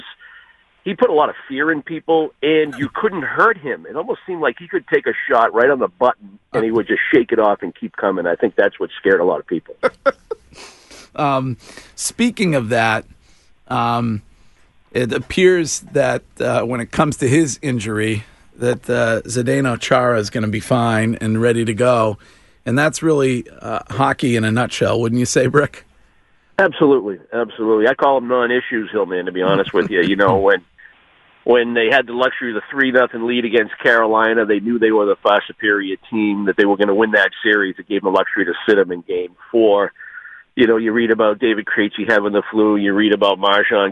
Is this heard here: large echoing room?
no